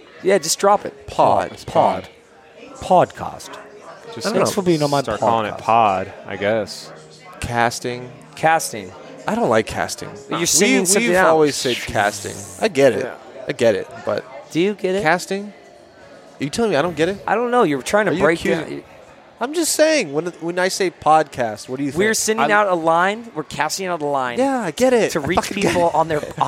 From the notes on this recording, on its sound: Live from Lucky Baldwin’s Pub